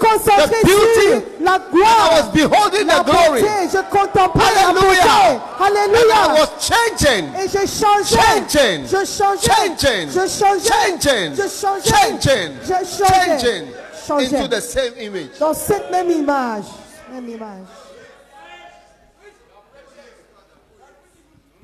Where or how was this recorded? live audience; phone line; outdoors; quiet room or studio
live audience